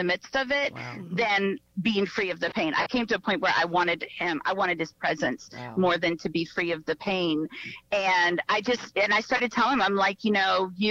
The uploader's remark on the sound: via phone call